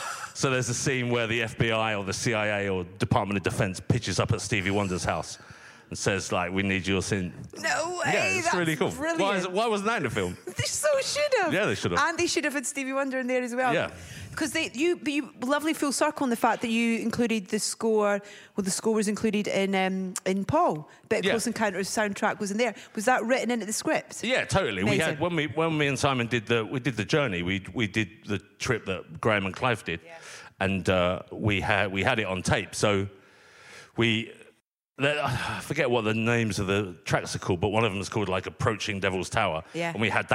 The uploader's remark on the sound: Live At The London Podcast Festival. It's the first thing we've done in front of a live audience post-lockdown. Before a small, socially distanced gathering at King's Place.